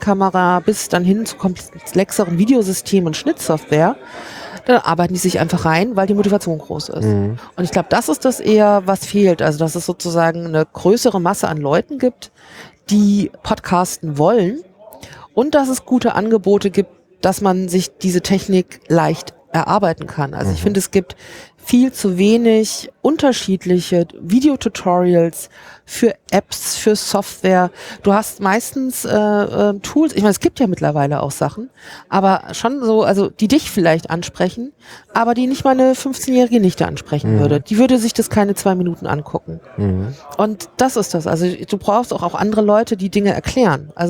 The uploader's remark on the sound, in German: Live vom 32ten Chaos Communications Congress